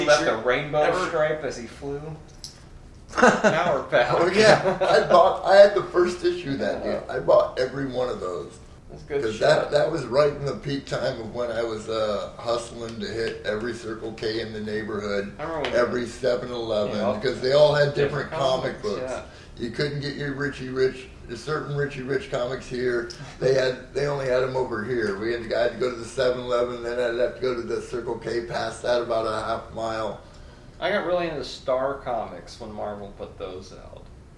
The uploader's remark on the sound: Live from Phoenix ComiCon! The first in a series of three podcasts performed at Phoenix ComiCon 2013.